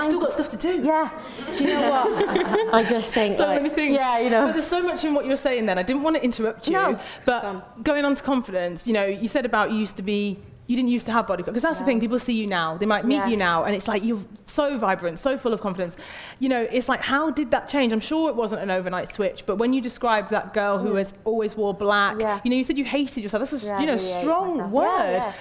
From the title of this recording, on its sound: Live at Treatwell